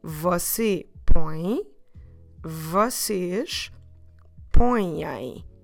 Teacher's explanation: So, we add a i at the end important to remember for both você põe and vocês põem. It's important to keep in mind that we don't close our lips at the end. So keep keep your mouth open.